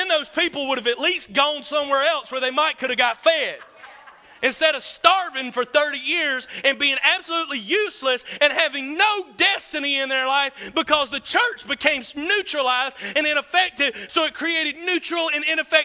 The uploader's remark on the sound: This is a session I did from a ministers’ conference in 2009.